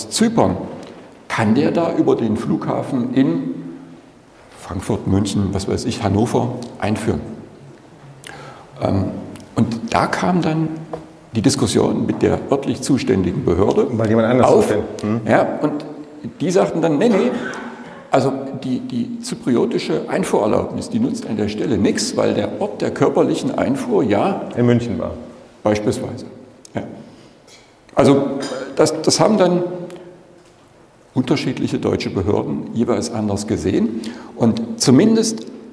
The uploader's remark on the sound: GMP-Konferenz in Mainz. Live Podcast Session.